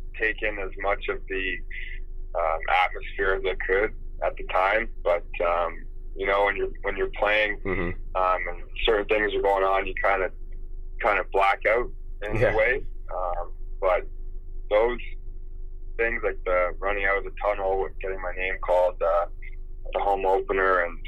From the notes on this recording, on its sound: on the phone